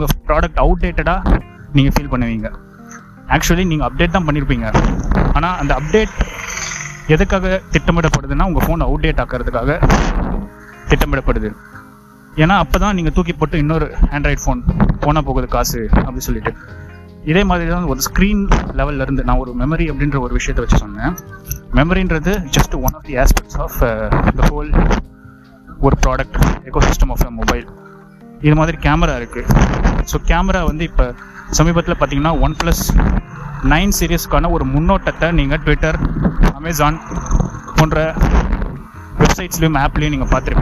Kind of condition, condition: setting, outdoors